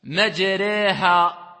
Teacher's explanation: Ça va tendre vers le e. D'accord? C'est ni i, ni a, mais e. · Term: al-alif al-mumal